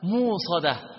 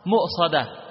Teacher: أبدل الهمزة واو من جنس ما قبلها · Shown in: first take · Term: بالإبدال